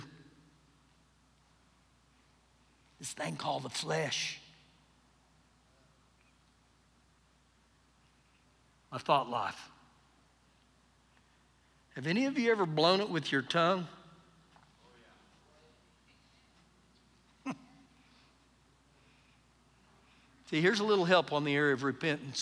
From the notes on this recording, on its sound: Recorded live during our Wednesday night service